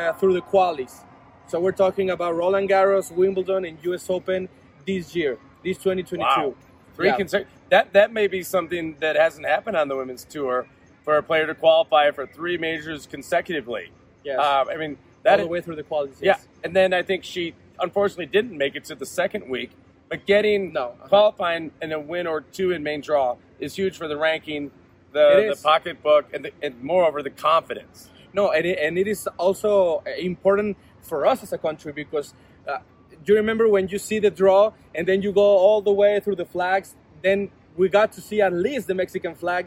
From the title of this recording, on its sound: Live from WTA Guadalajara 2022